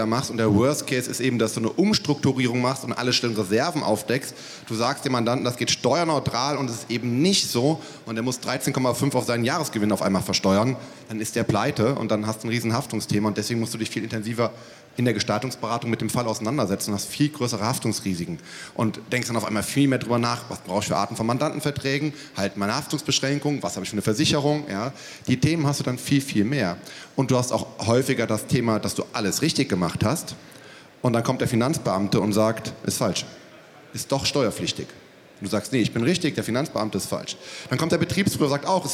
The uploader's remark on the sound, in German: Außerdem nahm er an einer Podiumsdiskussion teil, die dieses Thema weiter vertiefte. Aus diesem Anlass stellen wir hier einen Mitschnitt dieser Diskussion zur Verfügung.